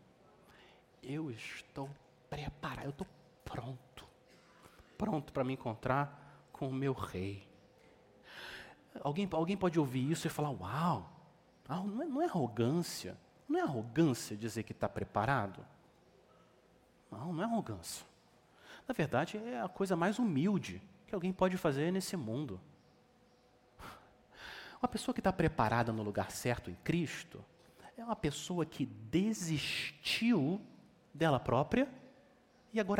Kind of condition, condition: setting, large echoing room